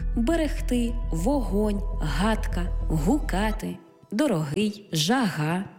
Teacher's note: Буква «Г» передає на письмі глотковий щілинний приголосний